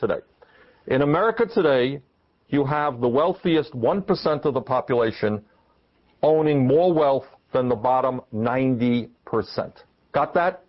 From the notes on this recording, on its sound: This forum was recorded on April 15, 2004, at the Greater Bangor Area Labor Council Hall in Brewer, Maine.